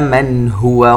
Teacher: النون الساكن عند الهاء إظهار حلقي